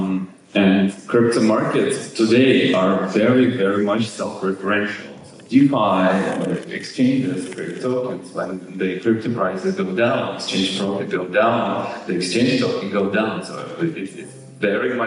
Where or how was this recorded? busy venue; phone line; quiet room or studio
busy venue